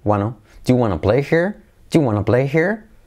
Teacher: We don't want to. En la want to simplemente quitamos la T y queda la wanna. Wanna. Do you wanna play here?